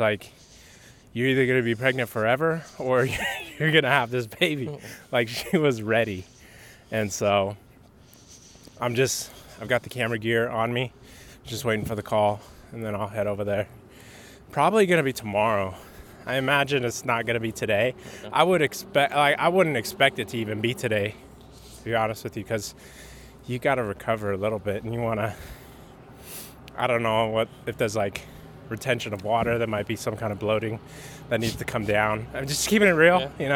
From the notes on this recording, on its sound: test out recording out on the street